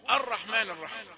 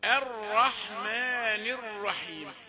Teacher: يقول لا تقل ولكن الرحمن الرحيم، لأنك تأثرت، جعلت الهمزة المرققة التي لا تفخم بأي حال، جعلتها متأثرة بالراء المفخمة بعدها · Shown in: first take · فقلت الرحمن الرحمن. · Term: تفخيم الهمزة